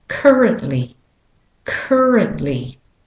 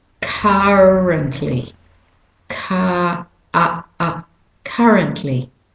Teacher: if you're saying it with an American accent, the UR says er